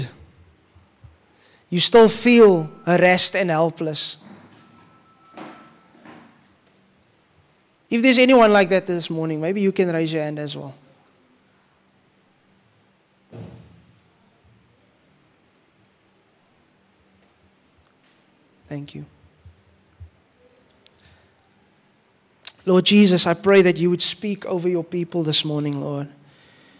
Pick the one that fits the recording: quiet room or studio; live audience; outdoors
live audience